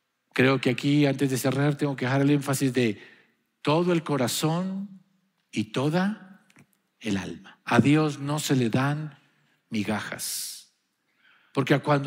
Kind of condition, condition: setting, large echoing room